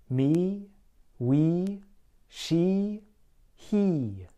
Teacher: Your tongue should be high toward the front of your mouth. · IPA: /i/